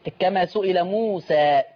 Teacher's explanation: مالكش تقليل بقى في موسى · Term: الفتح